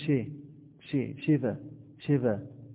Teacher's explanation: كسرة مائلة للفتح قليلا. والبعض، وبعض الناس، بعض العلماء يسمونها نصف حركة، نصف حركة.